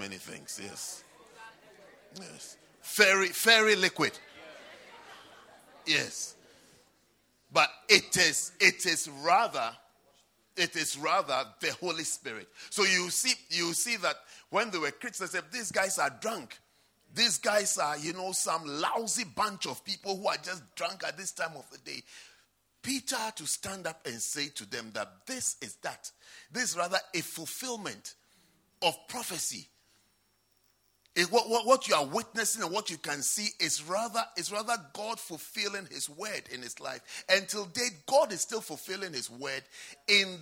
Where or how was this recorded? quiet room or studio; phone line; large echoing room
large echoing room